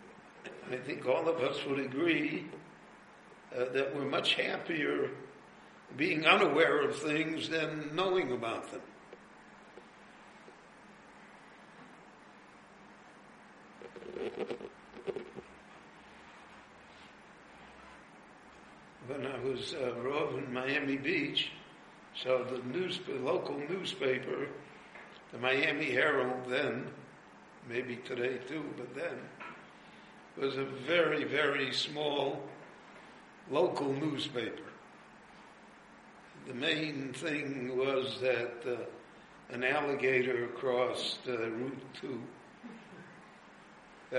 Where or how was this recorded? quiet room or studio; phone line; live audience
live audience